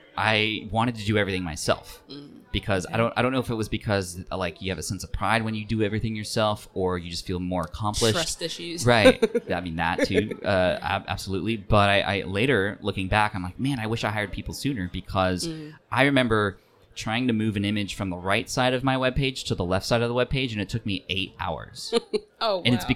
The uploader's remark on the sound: This episode was recorded live at Podfest 2019 in Orlando, Florida. This three-day epic event.